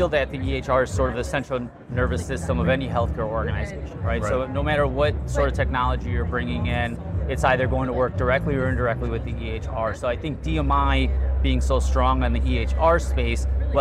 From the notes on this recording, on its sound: It’s an Interview in Action live from HLTH.